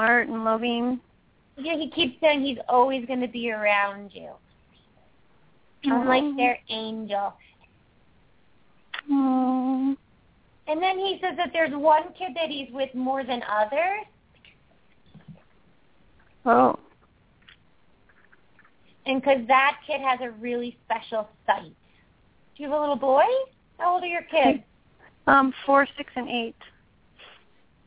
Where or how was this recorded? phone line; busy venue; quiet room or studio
phone line